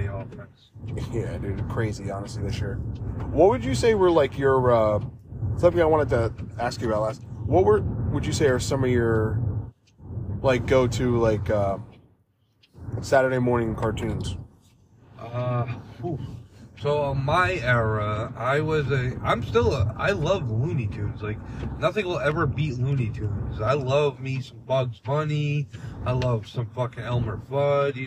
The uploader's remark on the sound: we’re in the car